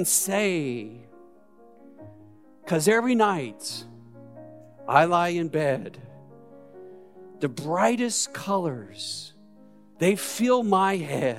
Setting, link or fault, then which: setting, large echoing room